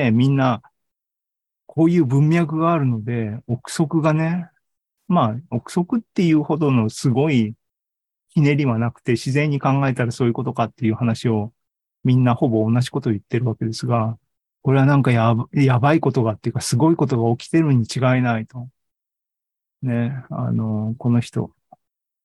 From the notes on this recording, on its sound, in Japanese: シーズン３７は２０２３年１月２５日に開催した ZOOMライブの模様です